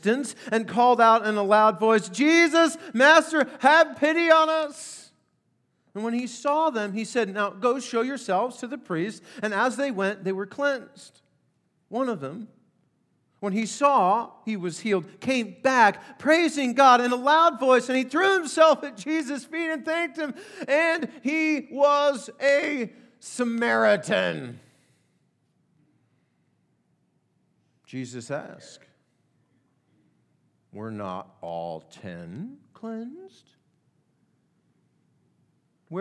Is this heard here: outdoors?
no